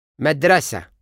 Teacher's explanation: لكن لما في حركتين قصار بعد مجموعة تقيلة، النبر بيقع على أول حركة قصيرة تيجي بعده.